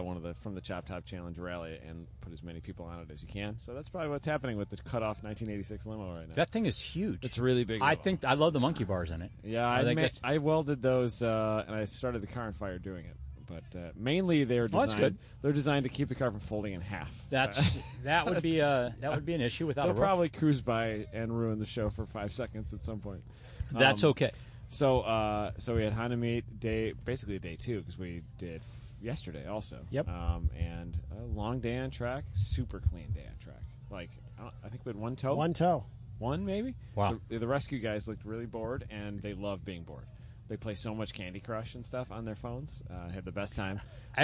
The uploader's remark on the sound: Recorded a few shows at WMHM 2019. Recorded a few shows at WMHM 2019.